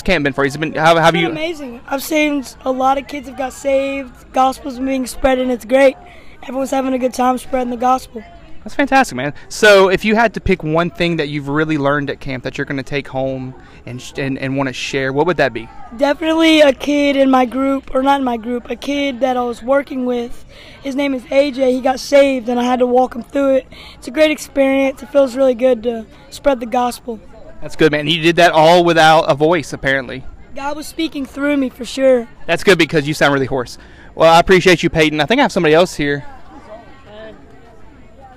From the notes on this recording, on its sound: Camp Conversations- live from M-Fuge. It’s also camp week, so come to camp with us and hear all about it straight from the students themselves.